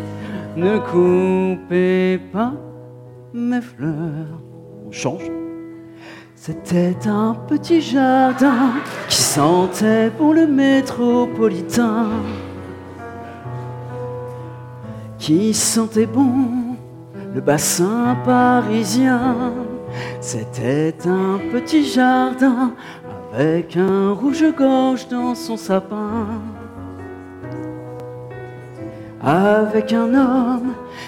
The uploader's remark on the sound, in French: Enregistré en public. À Rennes à l'occasion des 10 ans du festival PodRennes.